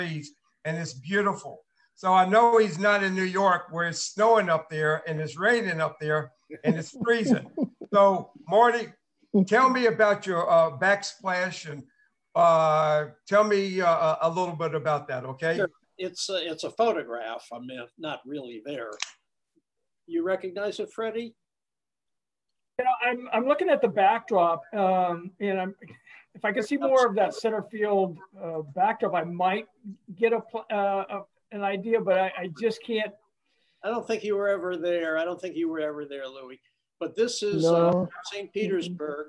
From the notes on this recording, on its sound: LIVE ZOOM CONVERSATION.